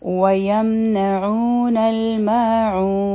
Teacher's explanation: دا به څلور حرکا شي مدی عارض دی سکون